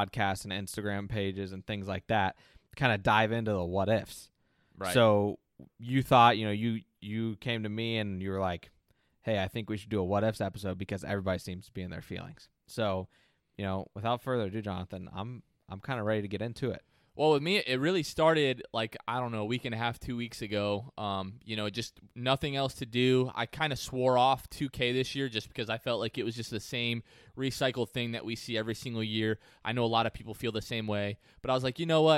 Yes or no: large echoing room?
no